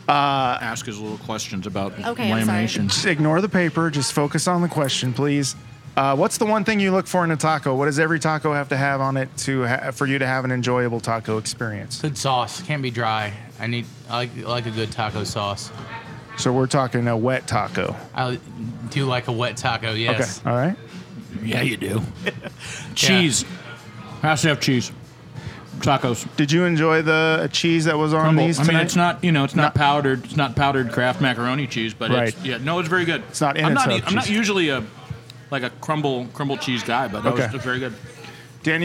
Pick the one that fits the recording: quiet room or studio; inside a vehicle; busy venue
busy venue